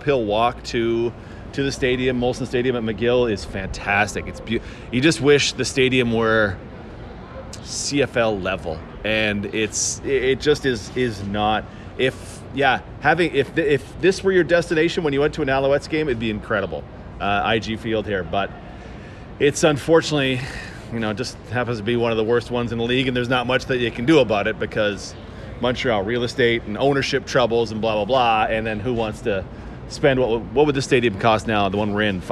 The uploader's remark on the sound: Live from Blue Bomber practice